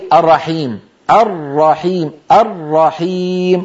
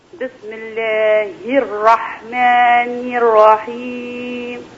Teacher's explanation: الراء مشددة، لابد من أن ننطق راءين · Shown in: second take · بارك الله فيك. · Term: الراء المشددة